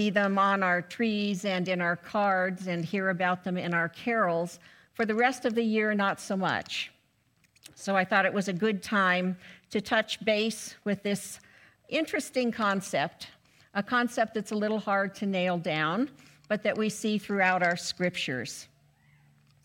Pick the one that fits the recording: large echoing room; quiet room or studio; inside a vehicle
large echoing room